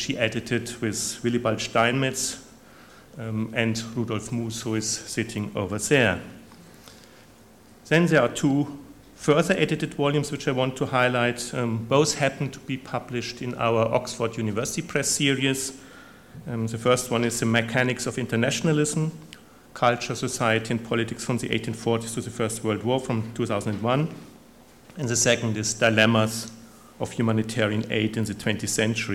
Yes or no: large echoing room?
yes